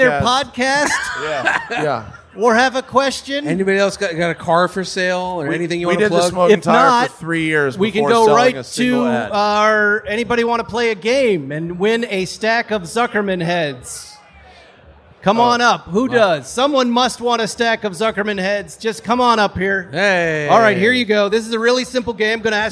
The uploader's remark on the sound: Recorded live at Luftgekuhlt 8.